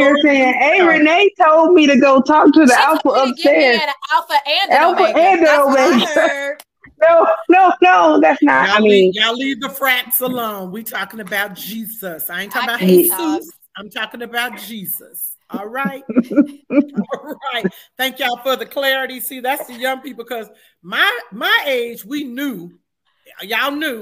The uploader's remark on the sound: Please bare with us this episode as we had some unexpected technical issues.